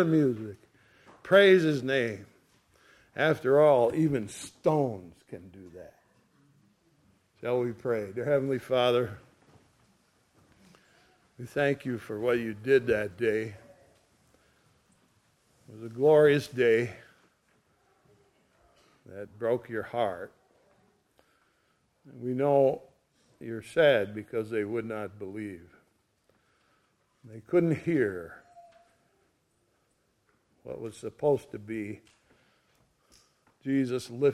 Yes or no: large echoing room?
yes